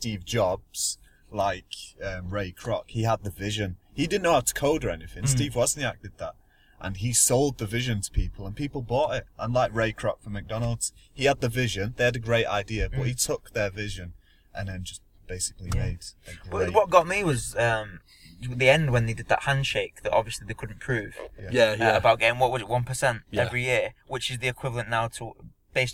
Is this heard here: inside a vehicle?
yes